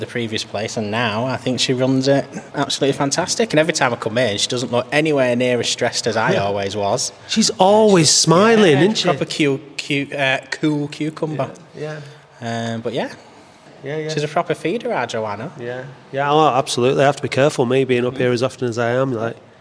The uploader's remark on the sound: This episode was recorded at the party to celebrate this milestone, as some of the attendees shared their experiences and associations with both the building and the venue.